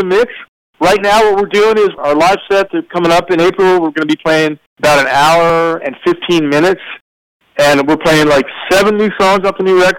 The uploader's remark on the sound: This phone interview.